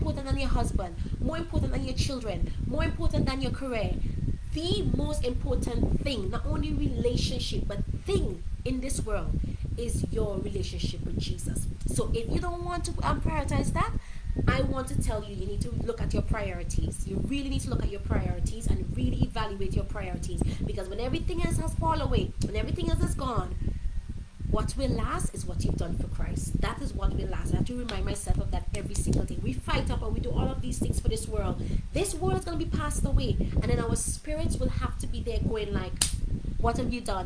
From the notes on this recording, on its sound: In this episode I went live from my old bedroom back in my parents house in SVG. It was super hot so the fan was on, therefore, the audio is not the best.